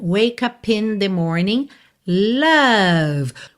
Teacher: Então, Ed wake é mudo, tá pintadinho de cinza. Você já vai do K pro up e do P do up já liga no in.